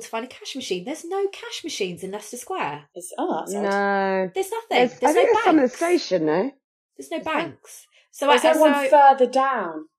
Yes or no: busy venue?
no